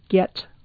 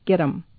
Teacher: Now we apply the sentence rules, and we look at get Okay, we have a T sound. We said whenever there's a T, we want to know if there are vowel sounds on either side, which in this case there are. So T becomes D · Shown in: second take · and then moves over to the So instead of get it becomes get 'em.